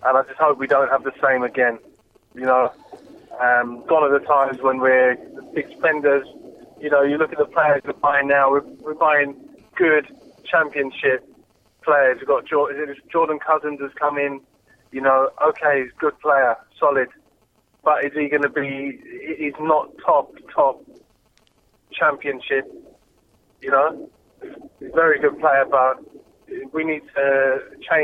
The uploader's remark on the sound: On the phone